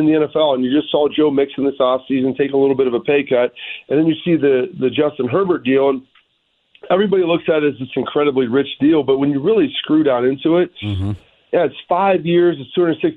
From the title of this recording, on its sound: calls into the show